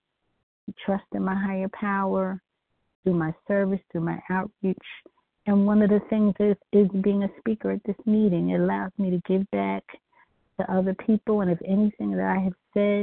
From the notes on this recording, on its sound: from the 100 Pounders Phone Meeting, 4/22/23